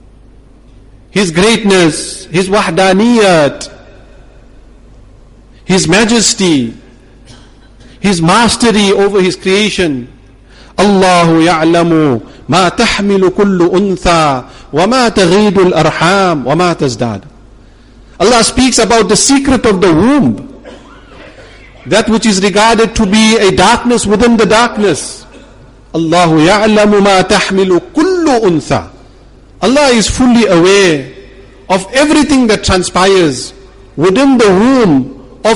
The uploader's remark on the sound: Jumuah lecture at Umhlanga Masjid